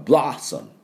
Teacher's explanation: このサムのところは、半母音ですから、ブロッサムって言わない、サムちょっとだけです。